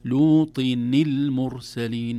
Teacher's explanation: هذه النون هي نون التنوين التي التقت بالساكن بعدها فحركت الكسر